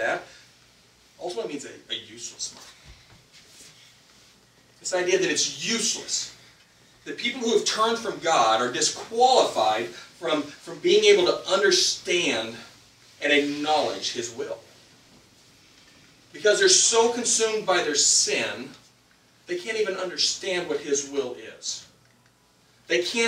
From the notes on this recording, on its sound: This week's message suffered from sound issues that are resolved in future episodes.